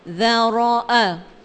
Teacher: را کو پر پڑھنا ہے